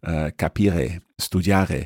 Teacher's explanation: It's a northwestern Italian accent, so from the Val d'Aosta and the area of Piemonte and so on. And sometimes you'll hear this slightly guttural R